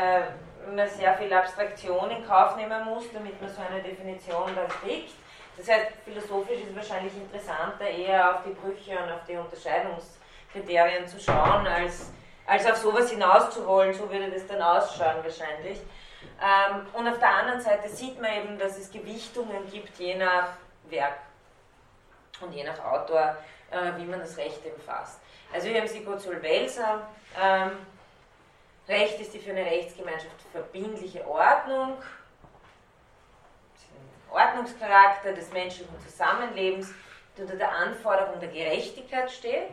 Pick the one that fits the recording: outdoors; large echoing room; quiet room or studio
large echoing room